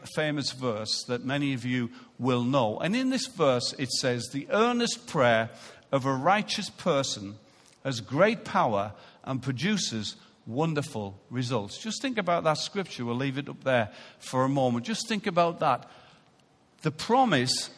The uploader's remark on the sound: Recorded live at Life Church Lancashire on Sunday 23rd September 2018.